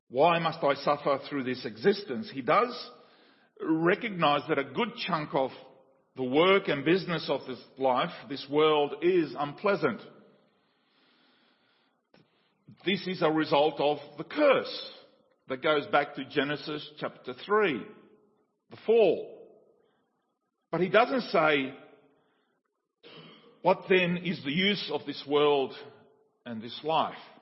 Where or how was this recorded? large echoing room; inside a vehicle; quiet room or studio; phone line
large echoing room